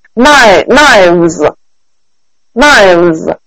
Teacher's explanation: 变成了 v 和 z 放在一起啊，这样一个浊辅音